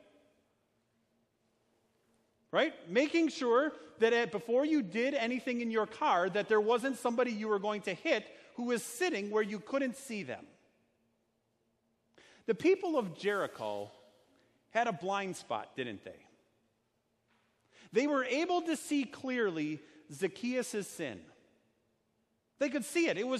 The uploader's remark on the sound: Sermon preached at Our Savior Lutheran Church in Birmingham, AL, on Sunday, October 13th, 2019.